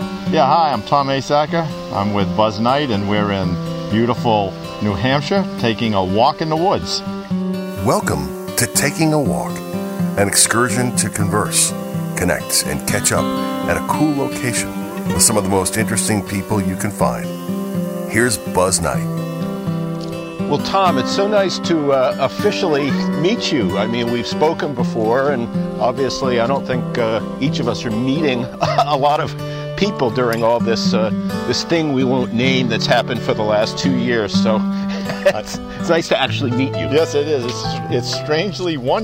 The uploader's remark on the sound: Takin A Walk. Walk and talk at Tower Hill Pond in New Hampshire.